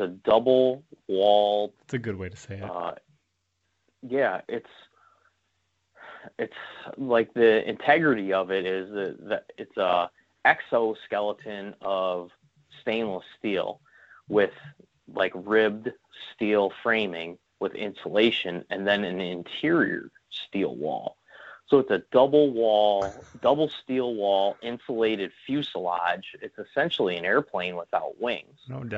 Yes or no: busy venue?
no